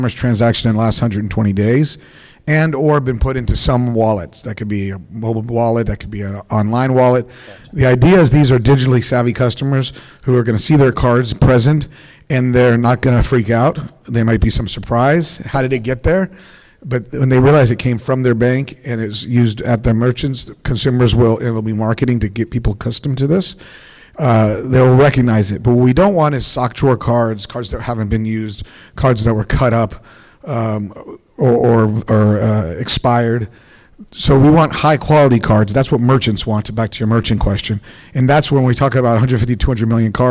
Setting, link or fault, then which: setting, busy venue